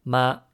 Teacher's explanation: The character to represent mom in Mandarin is pronounced ma in the first tone